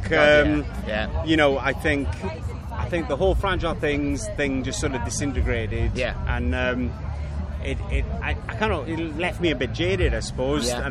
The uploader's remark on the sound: chiiling at Leeds Festival 2021 over the weekend